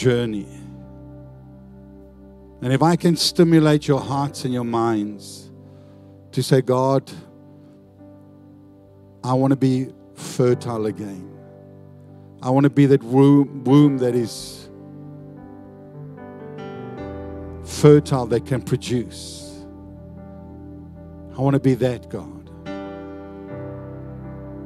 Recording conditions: large echoing room